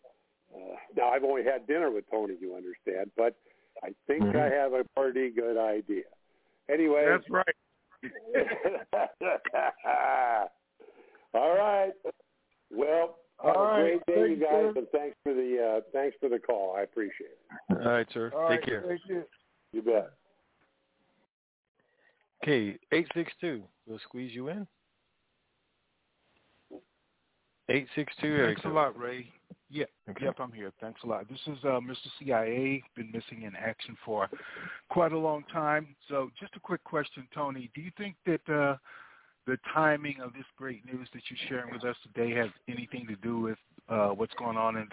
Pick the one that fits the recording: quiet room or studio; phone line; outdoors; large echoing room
phone line